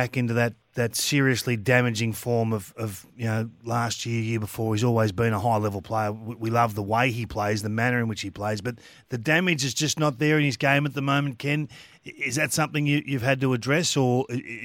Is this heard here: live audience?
no